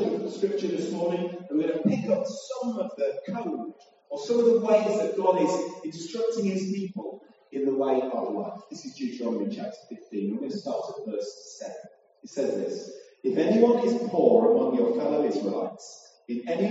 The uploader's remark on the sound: Apologies for the sound quality. Due to a technical problem we ended up using a less than ideal solution.